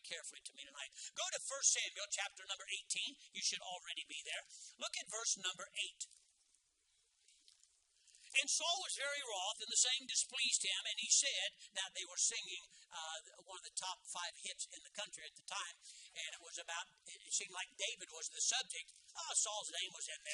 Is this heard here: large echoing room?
yes